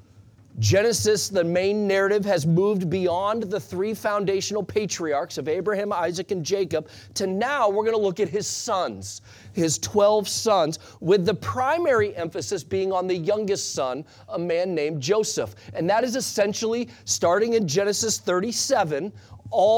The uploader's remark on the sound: Sunday Morning Sermon Audio